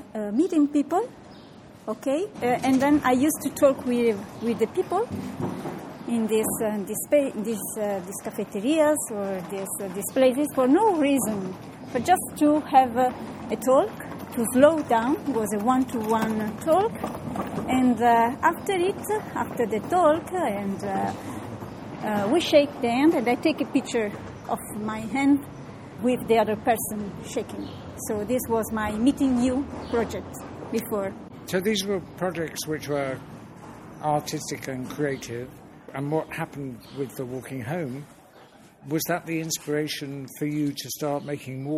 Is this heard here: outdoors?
yes